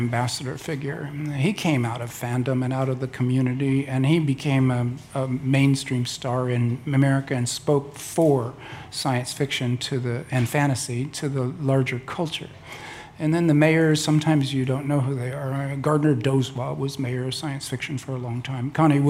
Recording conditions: busy venue